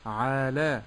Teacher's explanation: النطق الخطأ أني زدت في زمن العين فقلت ع، انظر.